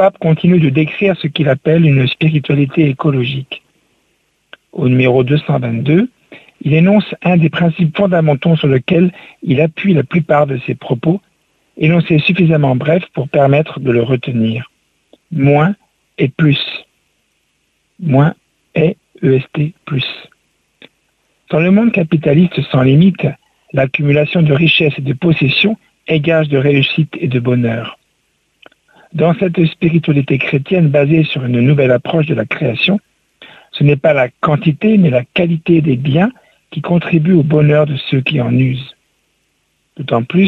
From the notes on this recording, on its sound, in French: invité par téléphone